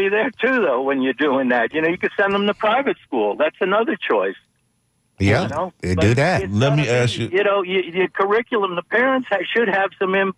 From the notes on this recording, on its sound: unique magazine format call-in show